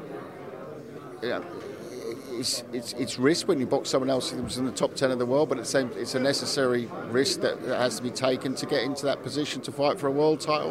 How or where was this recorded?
busy venue